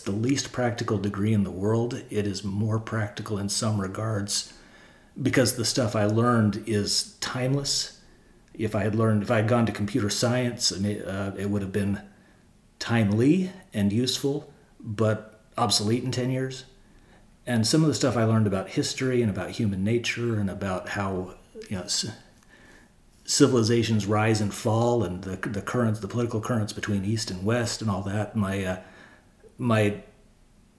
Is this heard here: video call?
no